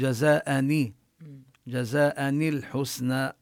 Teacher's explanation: جزاء الحسنى، وهنا النون التي في جزاء تحرك منعا من التقاء الساكنين، جزاءني نكسر النون حتى لا يلتقي الساكنان، جزاء الحسنى لا يلتقي ساكنان، يعني نون التنوين، النون التي في التنوين نقول جزاءني، جزاءني الحسنى.